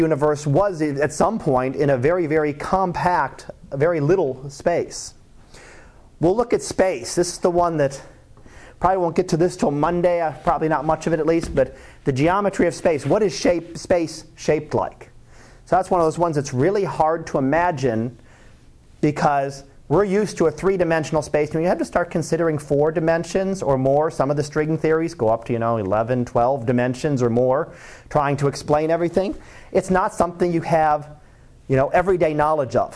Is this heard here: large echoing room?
yes